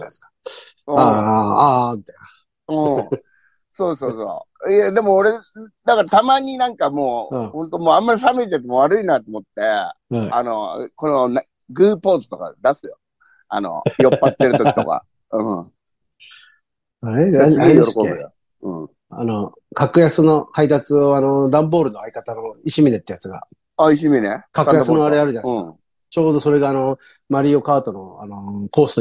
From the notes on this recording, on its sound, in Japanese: ZOOMで収録